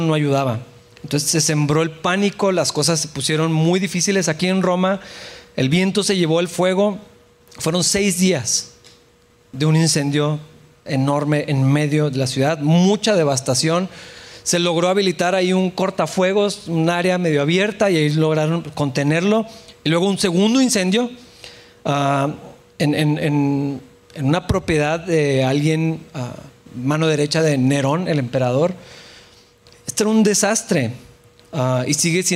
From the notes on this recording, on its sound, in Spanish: en la iglesia de Capilla Calvario Chihuahua